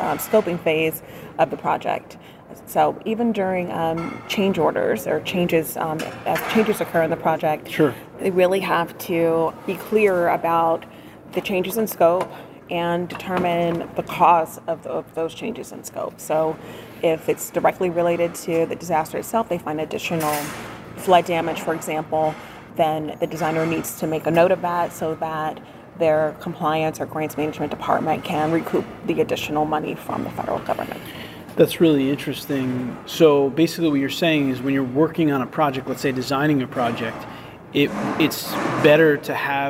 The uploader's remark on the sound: A Field Trip to the Port Authority of New York and New Jersey Conference. I am bringing you with me to the Port Authority of New York & New Jersey Conference where I will be talking with several guests.